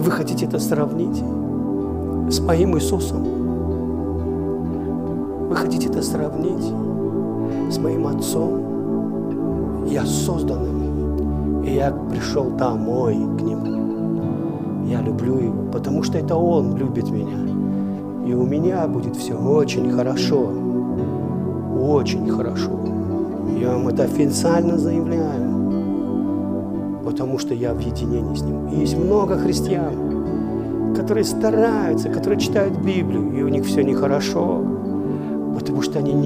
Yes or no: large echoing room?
yes